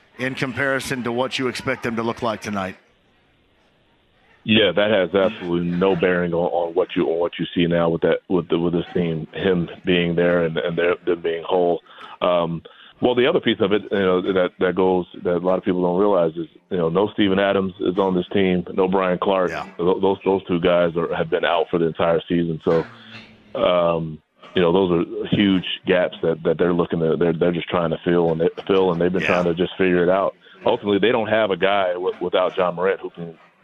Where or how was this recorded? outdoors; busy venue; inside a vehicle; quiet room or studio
busy venue